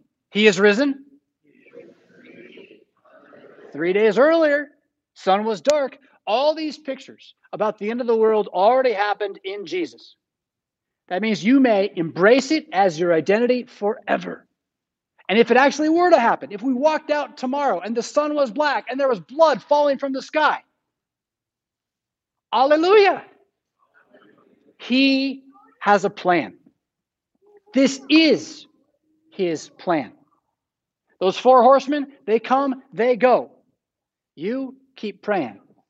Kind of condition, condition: setting, large echoing room